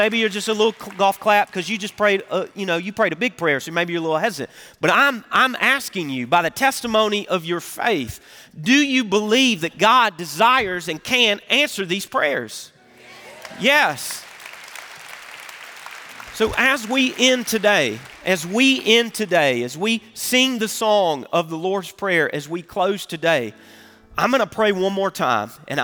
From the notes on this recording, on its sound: Recorded Live at Brookwood Church on 11.26.2023